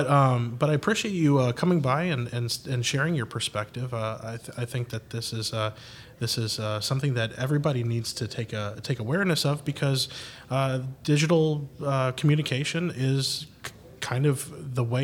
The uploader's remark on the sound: Live From Agile Midwest